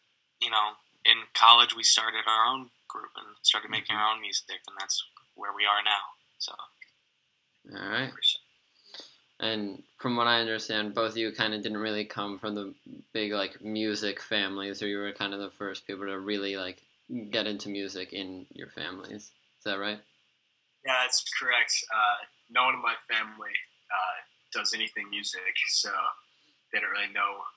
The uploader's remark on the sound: Apologies for minor technical difficulties throughout this episode.